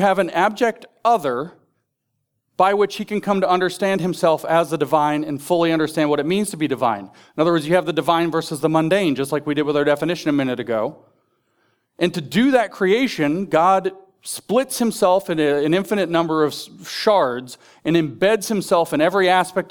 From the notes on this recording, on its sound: In this deep-diving presentation from The Theology of Marxism Conference.